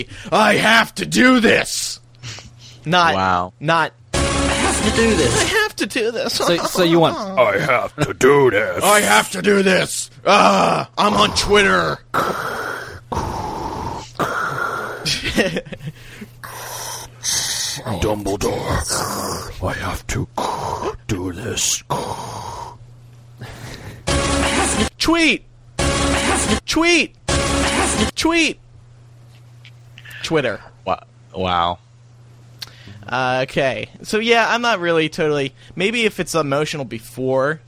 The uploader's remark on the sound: We take your live calls and Tweets.